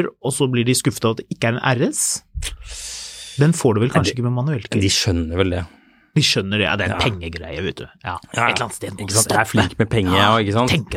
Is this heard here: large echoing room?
no